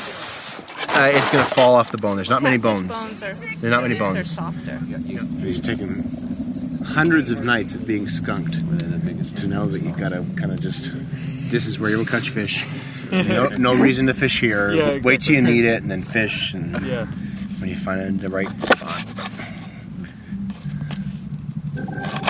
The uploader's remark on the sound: Field recordings and impressionist snapshots collected while canoeing down the Green River in Utah thru Canyonlands Nation Park